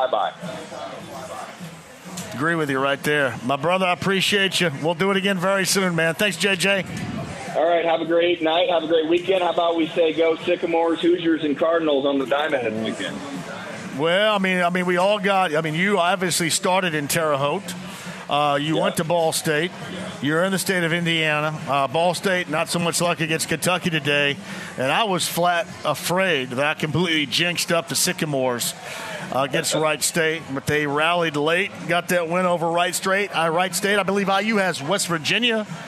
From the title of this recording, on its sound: Live From Twin Peaks in Greenwood!